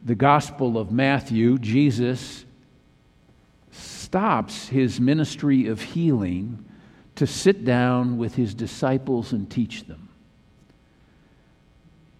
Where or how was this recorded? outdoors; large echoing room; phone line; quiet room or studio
large echoing room